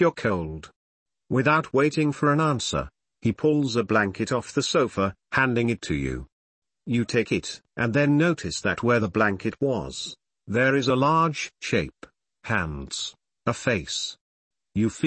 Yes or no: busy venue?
no